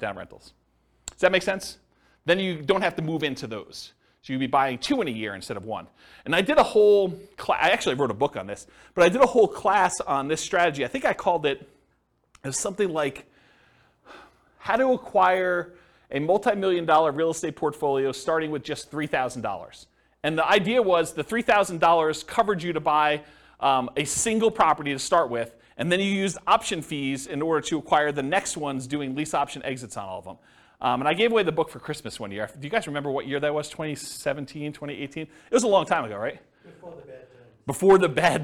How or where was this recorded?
live audience